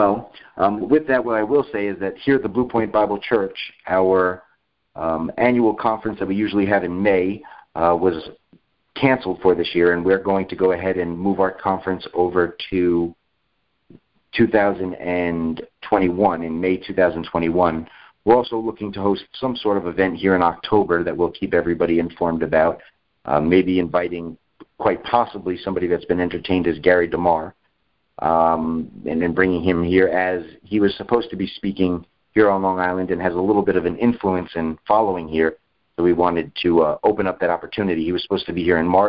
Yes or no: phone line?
yes